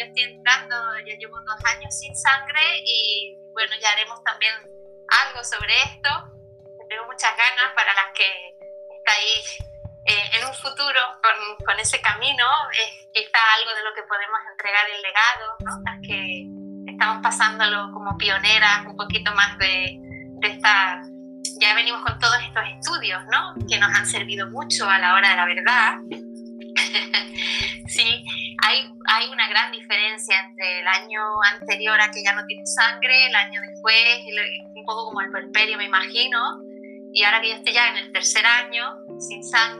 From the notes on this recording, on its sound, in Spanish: Charla vía Streaming, Instagram Live